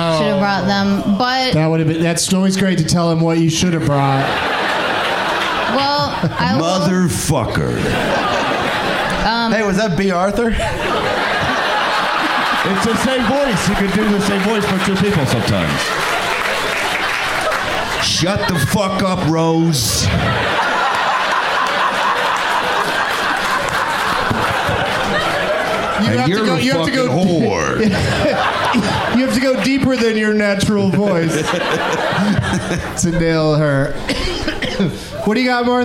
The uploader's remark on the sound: Live from the Cap City Comedy Club in Austin, TX